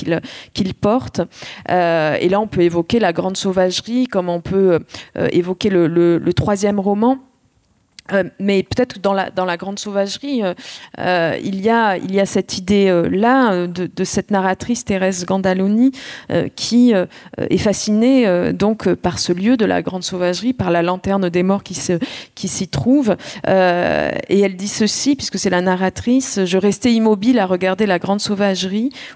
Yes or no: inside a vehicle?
no